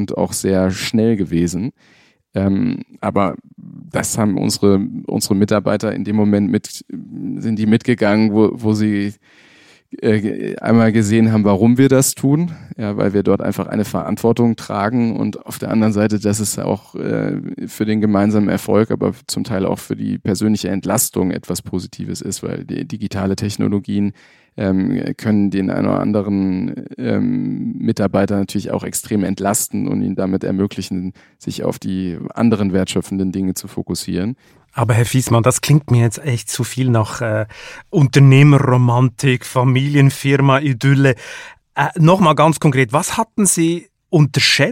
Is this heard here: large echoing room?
no